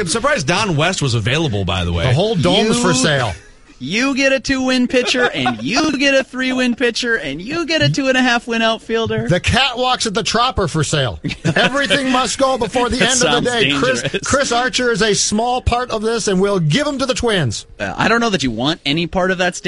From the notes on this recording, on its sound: live from Twins spring training in Fort Myers